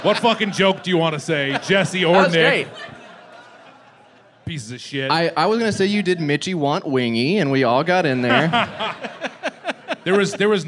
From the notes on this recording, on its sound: Recorded live at Zanies Comedy Club in Nashville on 4/20/22.